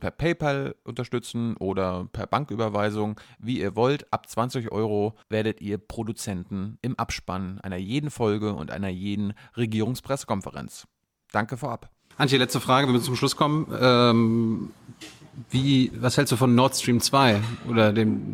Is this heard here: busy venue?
yes